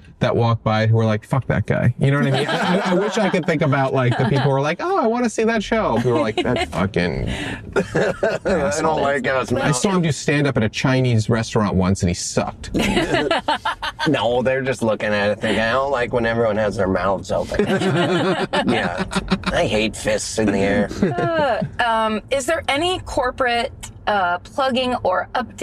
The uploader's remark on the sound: In the Car